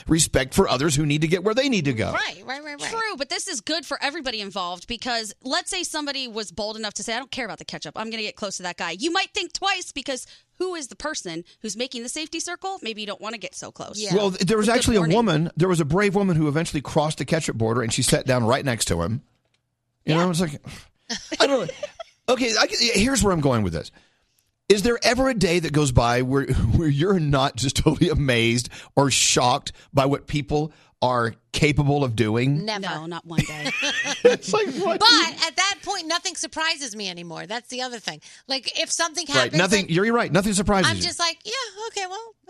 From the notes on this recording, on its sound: We opened up the phones and social media to have people "ask you anything".